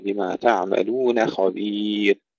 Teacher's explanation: ترقيق النون قبل تفخيم الخاء